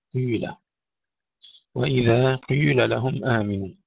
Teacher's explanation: إشمام الكسر ضم، قيل وإذا قيل لهم آمنوا، بحيث تتولد حركة لا هي كسرة ولا ضمة، مثل حرف الإي باللغة الفرنسية، وهذا لهشام والكسائي ورويس.